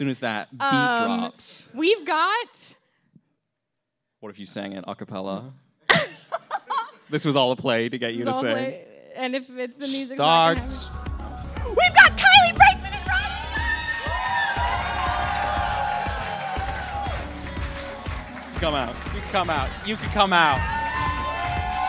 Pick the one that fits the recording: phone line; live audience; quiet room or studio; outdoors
live audience